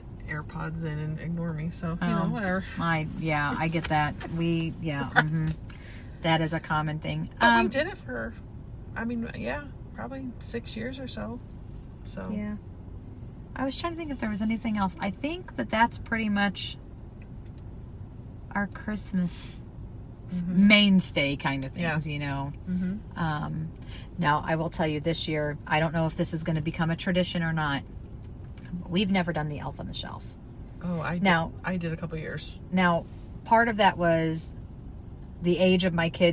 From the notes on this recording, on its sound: A ride-along (car sounds and more!). While driving through a local Christmas Light display at Our Lady of the Snows Way of Lights.